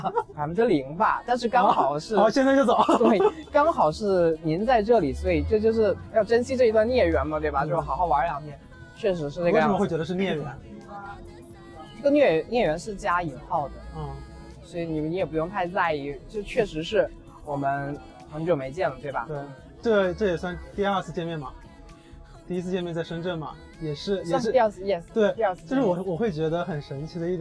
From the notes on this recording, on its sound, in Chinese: 这是在西安城墙下录制的一期播客